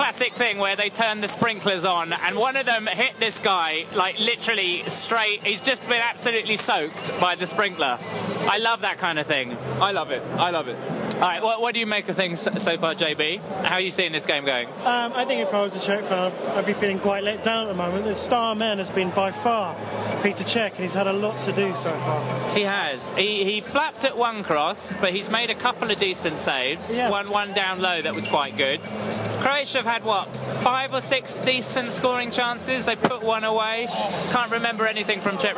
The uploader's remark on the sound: Comes to you live from Saint Etienne as we take in the Croatia-Czech Republic game! Live updates from the stadium. Featuring interviews with some happy Czech fans and some post-game, post-flare up analysis.